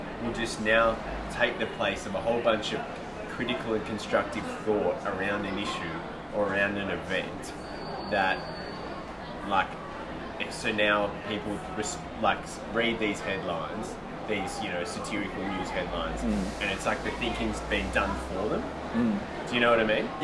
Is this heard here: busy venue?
yes